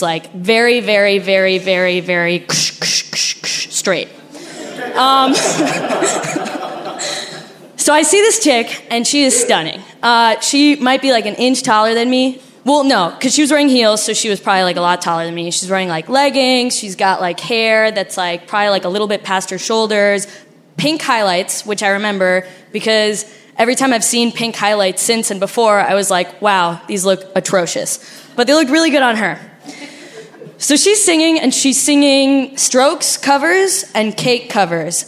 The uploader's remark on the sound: Live From Richmond!